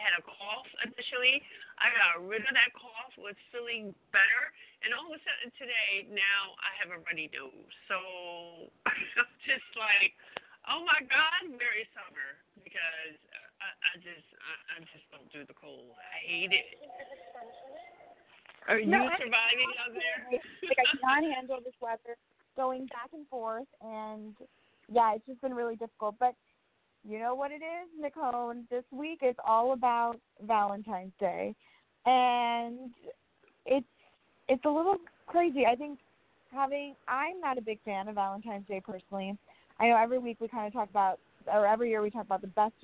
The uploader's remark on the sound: Callers call